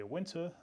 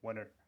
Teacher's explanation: А что, NT, вот, который мы с тобой обсуждали, соответственно, если в американском э, варианте английского там в слове есть NT, то очень часто оно будет назализоваться, то есть уходить в нос · Shown in: second take